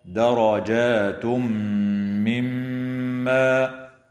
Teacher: وإدغام بغنة للتنوين في الميم